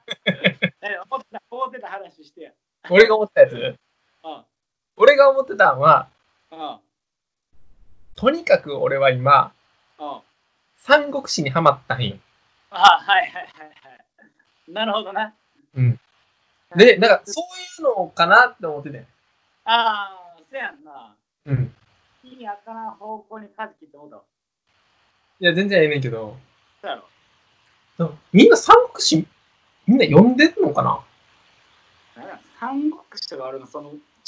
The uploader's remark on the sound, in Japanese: １ヶ月ぶりの収録かつ初のリモート収録です。とんでもなくノイズ入ってて。